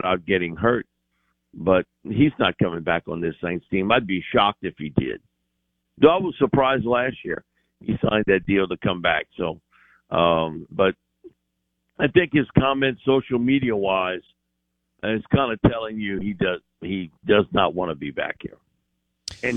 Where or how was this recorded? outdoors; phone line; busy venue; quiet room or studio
phone line